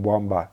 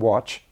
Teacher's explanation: It's a bit messy because one letter can have a couple of different sounds. So the A, for instance, after W, for instance, in Wamba, is more an O sound.